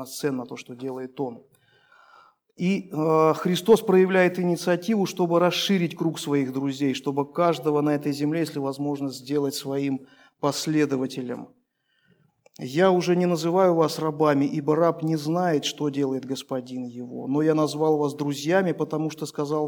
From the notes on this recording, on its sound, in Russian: Полная запись богослужения.